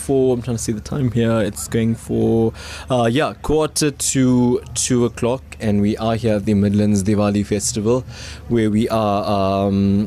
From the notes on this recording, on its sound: live from the Midlands Diwali Festival